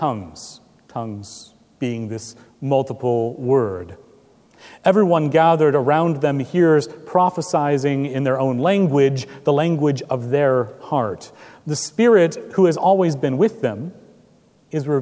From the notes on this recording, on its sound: Recorded June 4, 2017 at Trinity Presbyterian Church in Bixby, Okla.